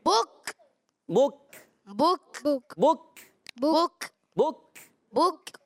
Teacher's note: شدیدہ مہموسہ سختی کے ساتھ آواز بند ہوتی ہے · زبان کی جڑ تعلقہ سخت حصہ کاف کا مخرج ہے